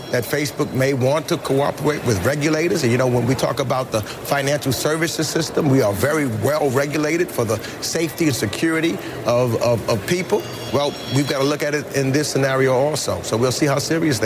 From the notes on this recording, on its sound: live from the New York Stock Exchange